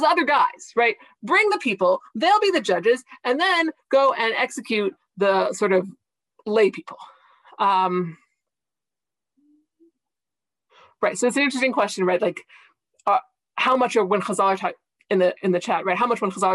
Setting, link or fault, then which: link, video call